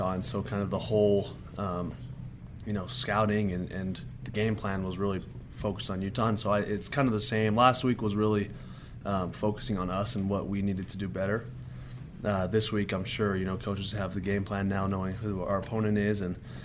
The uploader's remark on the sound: talked to the media Monday during BYU's press conference